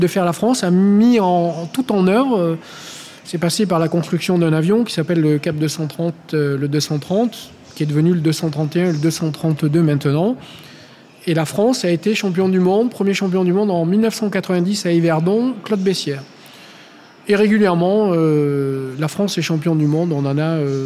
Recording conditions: live audience